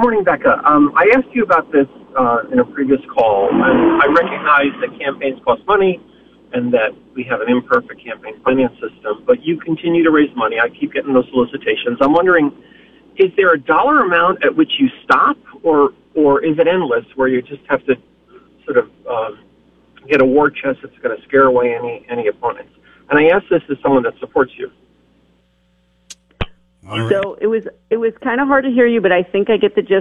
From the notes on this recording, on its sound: calls in from Washington